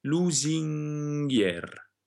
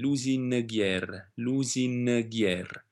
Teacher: Le due consonanti non vanno separate, quindi la N va pronunciata indietro sul palato, un pochino indietro, dove si pronuncia normalmente la G. · Shown in: first take